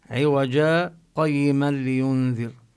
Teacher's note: هلا إذا أراد الإنسان أن يصل عند حفص يقرأ: ولم يجعل له عوجا قيما لينذر، يعني بدون تنوين يسكت سكتة خفيفة من غير أن يتنفس